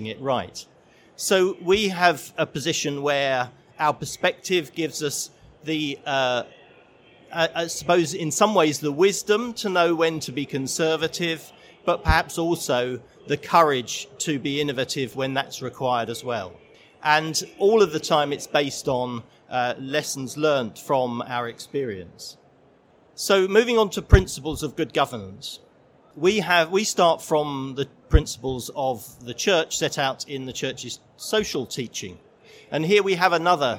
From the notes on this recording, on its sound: This session was recorded live on 14th November 2019 in the MAT Summit of the Schools & Academies Show at the NEC in Birmingham.